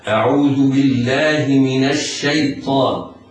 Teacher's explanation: الشين حرف استفال يجب ترقيقه. الياء يتحرز القارئ من تفخيمها فلا تجذبها الطاء إليها، يعني لا يخطئ القارئ ويفخم الياء فلا يقول الشيطان، لا، وإنما تنطق مرققة هكذا: أعوذ بالله من الشيطان.